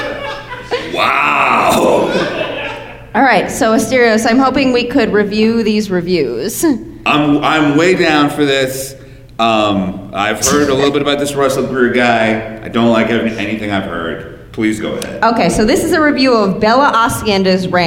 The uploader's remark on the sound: Coming to you live from the Lutheran Friends Church in Detroit, Michigan.